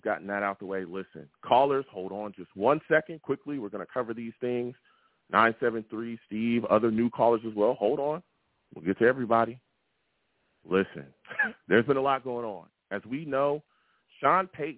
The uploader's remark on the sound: I take live callers!